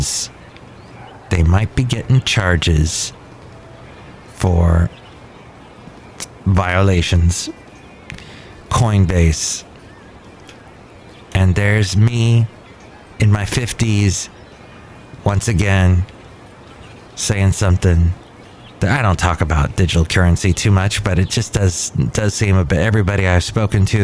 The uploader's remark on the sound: podcasts live from Cafe Anyway